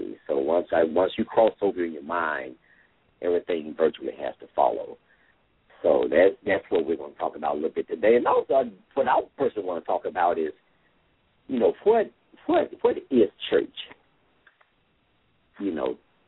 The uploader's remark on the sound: LML uses a progressive live call in format.